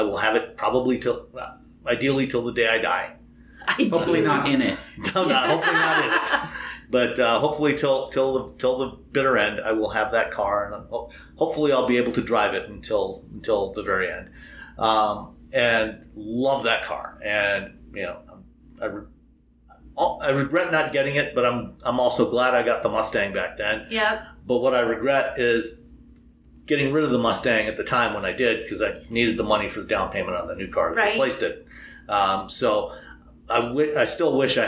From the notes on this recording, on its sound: Record a live episode from a hotel room (sorry about the room echo) in Bozeman, Montana.